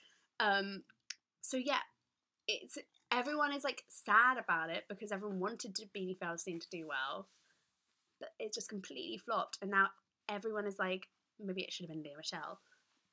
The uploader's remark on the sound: Sorry for the audio quality!